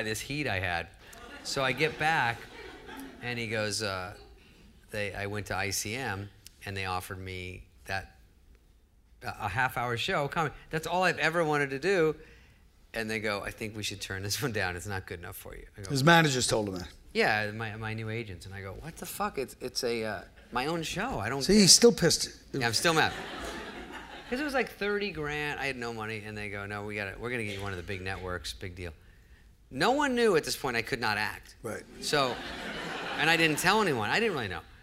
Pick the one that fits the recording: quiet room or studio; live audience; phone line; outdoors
live audience